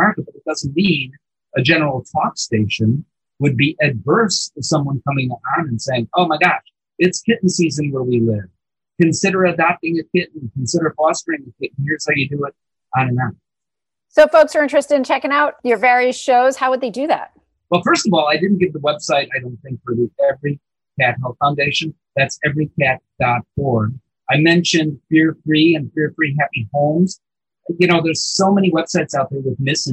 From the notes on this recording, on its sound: Unfortunately, some slightly dodgy audio quality. Despite the audio glitch.